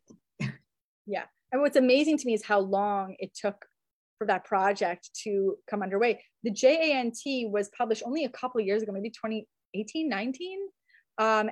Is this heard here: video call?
yes